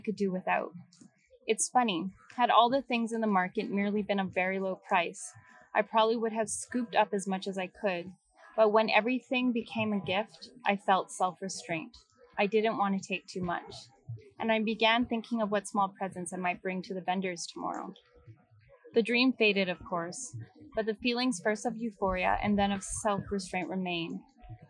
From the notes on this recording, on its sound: Even though these is so much strange background noise in this podcast